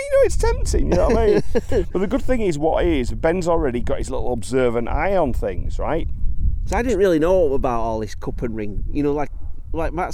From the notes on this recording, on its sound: on location on Ilkley Moor, Yorkshire